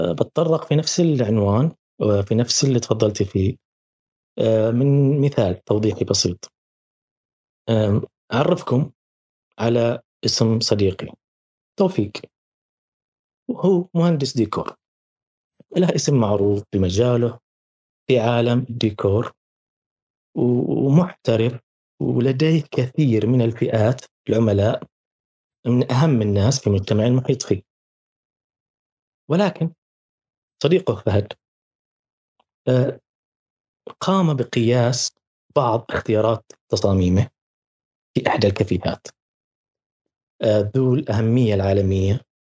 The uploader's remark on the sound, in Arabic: تسجيل لمساحة ابن رشد الأسبوعية على منصة تويتر